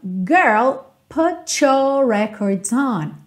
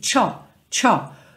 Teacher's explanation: essa junção aí do T com your, a gente vai ter esse cho, cho